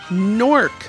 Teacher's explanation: It's a Middle Atlantic thing to elide consonants. It's a New Jersey thing to pronounce Newark as Nork.